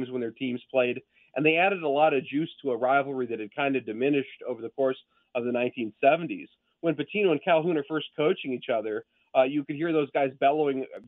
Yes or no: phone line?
yes